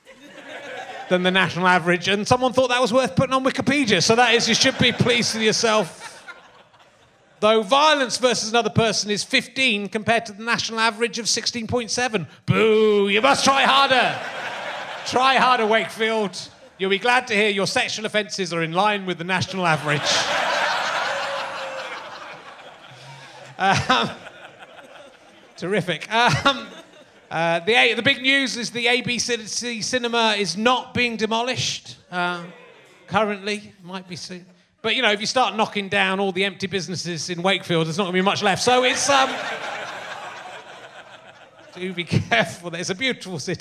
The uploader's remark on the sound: RHLSTP is back at the Long Division Festival in Wakefield for the second week running.